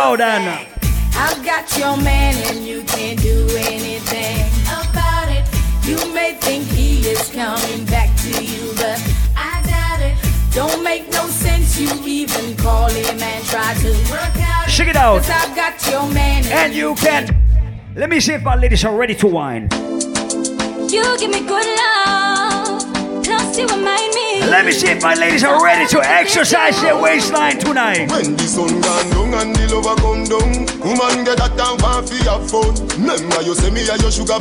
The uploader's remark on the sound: Live audio recording of my set at Island Saturdays on Oct 8th.